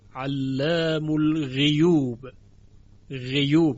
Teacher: شعبه در اینجا هم به کسر غین خونده، علام الغیوب، غیوب، یعنی غیوب شده است غیوب.